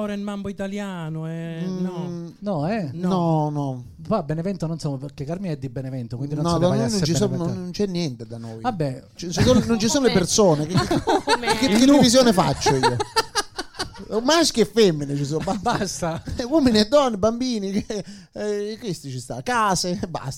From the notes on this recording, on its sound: Live dal GhePensiMi di Milano